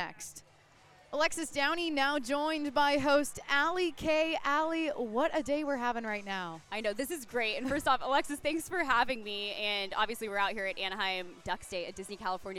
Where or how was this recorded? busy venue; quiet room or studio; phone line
busy venue